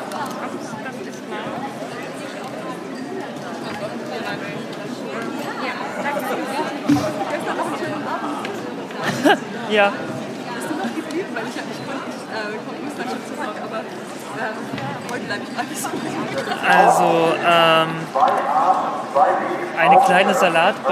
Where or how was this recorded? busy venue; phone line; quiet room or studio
busy venue